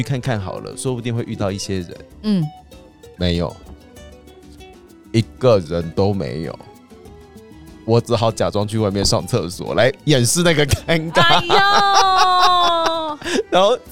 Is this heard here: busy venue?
no